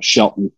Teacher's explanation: I used to, when I was growing up, I put a glottal stop in there between the T and the O, Shelton, but then I learned that that's not the proper way to say it, so I started saying it differently.